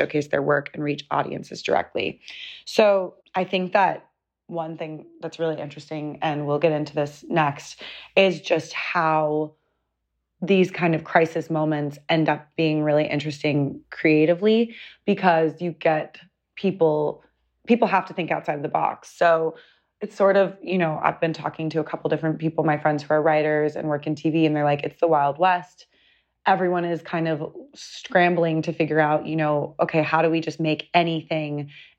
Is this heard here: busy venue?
no